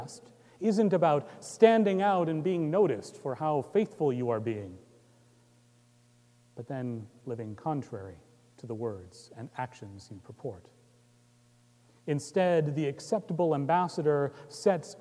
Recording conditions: large echoing room